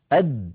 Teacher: فالدال ينحبس عند النطق بها النفس فهي حرف مجهور، والصوت فهي حرف شديد، ينحبس النفس لأنها ليست من حروف خص ضغط قل، أو عفوا من حروف فحسه شخص سكت، وهي حرف شديد لأنها من حروف أجد قط بكت. فالدال لابد من حبس نفسها وصوتها عند النطق بها، وهي حرف مستفل.